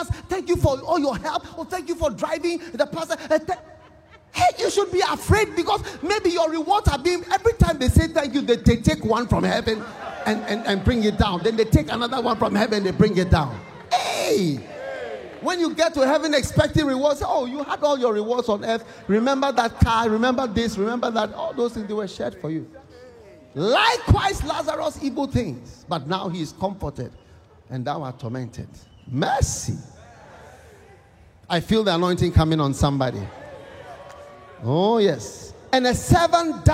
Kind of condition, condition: setting, live audience